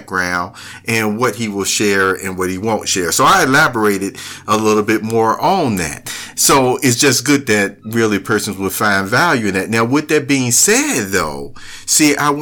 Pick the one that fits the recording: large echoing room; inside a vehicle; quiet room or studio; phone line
quiet room or studio